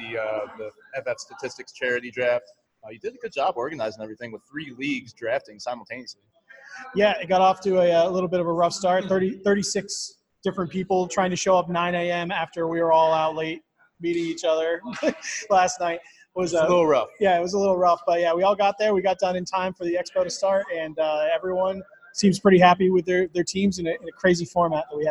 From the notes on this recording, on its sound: LIVE From the Midwest Fantasy Football Expo. This episode takes place live at the Midwest Fantasy Football Expo.